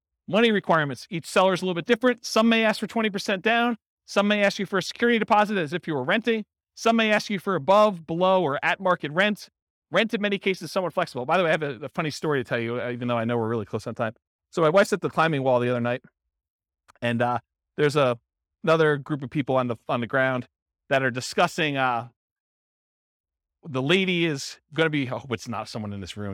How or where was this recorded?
live audience